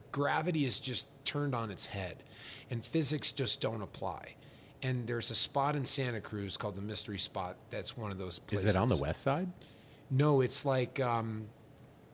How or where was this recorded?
busy venue